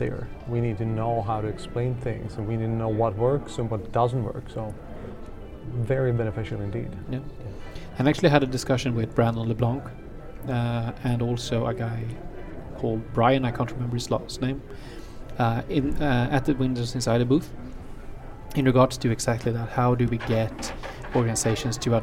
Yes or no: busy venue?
yes